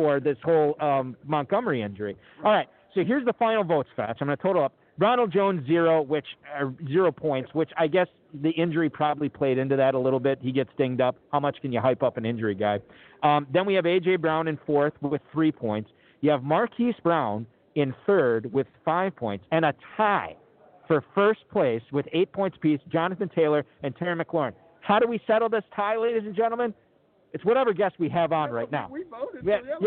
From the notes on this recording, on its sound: Live at the 2020 Kentucky Fantasy Football State Championship (KFFSC). Broadcasting from just outside Louisville in the Kentucky Fantasy Football State Championship.